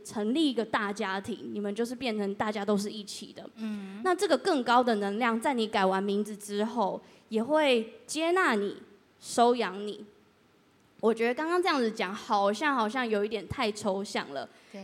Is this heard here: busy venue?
yes